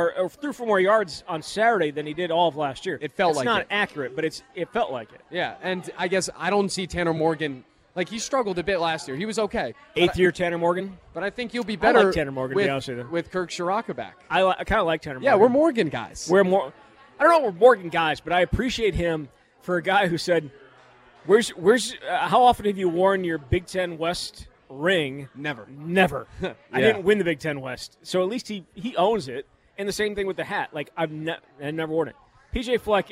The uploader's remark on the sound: live from Monk's Bar and Grill in Sun Praire